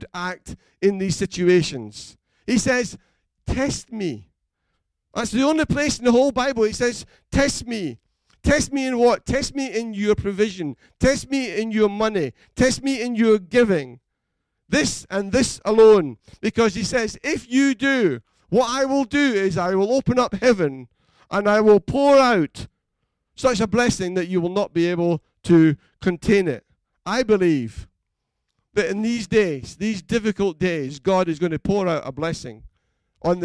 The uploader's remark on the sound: Recorded at freedomcentre church, Preston on Sunday 22nd March 2020.